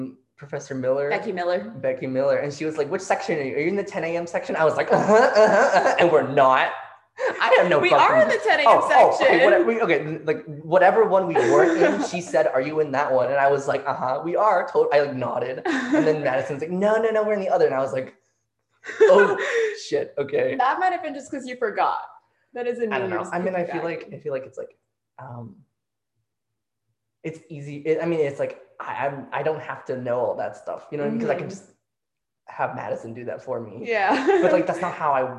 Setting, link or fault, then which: fault, poor microphone